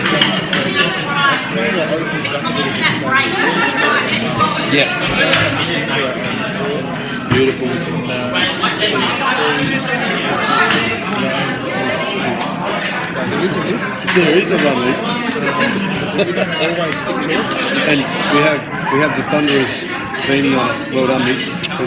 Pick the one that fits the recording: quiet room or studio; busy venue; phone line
busy venue